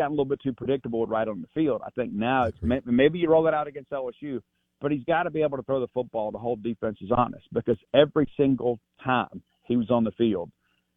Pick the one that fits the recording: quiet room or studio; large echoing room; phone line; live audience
phone line